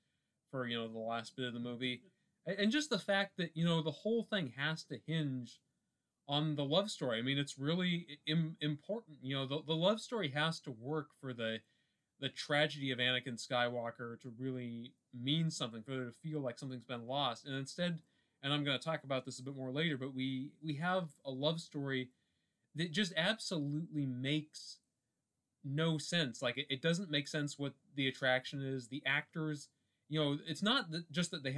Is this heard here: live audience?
no